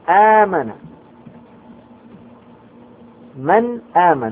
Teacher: النون ساكنة بعدها الهمزة فتظهر